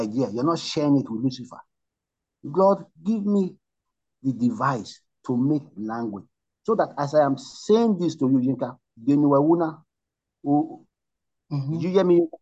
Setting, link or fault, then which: link, video call